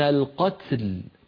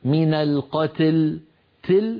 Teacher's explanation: فلا يقول أحدنا من القتل تل، هذه نكون قد جعلنا التاء قد مالت إلى الكسر وهذا لا يصح. لابد أن نبقي التاء ساكنة واللام ساكنة · Shown in: first take · Term: الجمع بين الساكنين